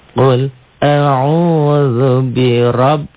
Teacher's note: Ro-nya tafhim, tebal karena barisnya di atas. Ba-nya dobel.